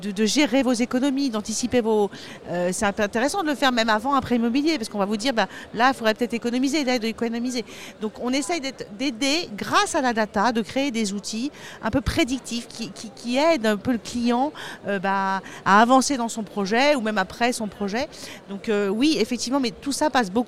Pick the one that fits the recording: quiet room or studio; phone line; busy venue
busy venue